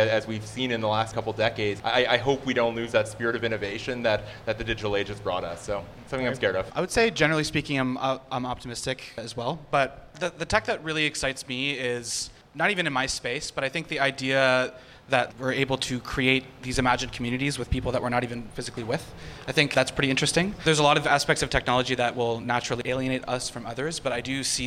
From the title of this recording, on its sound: Live at Soho Innovation Lab